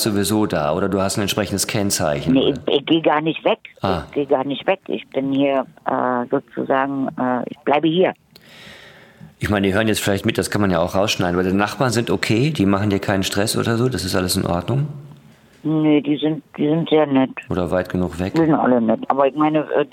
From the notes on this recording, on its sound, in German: ganz remote am Telefon